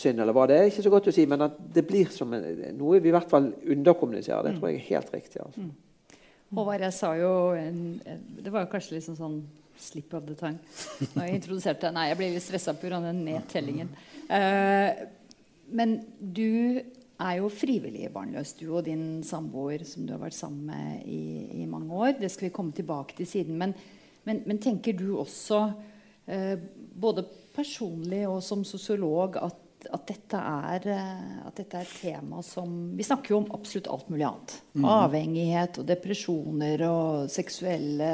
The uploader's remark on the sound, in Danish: Panelsamtale på Litteraturhuset i Bergen. Med publikum i salen.